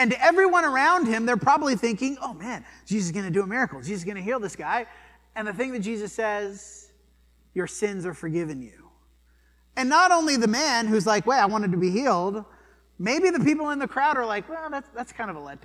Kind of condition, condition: setting, large echoing room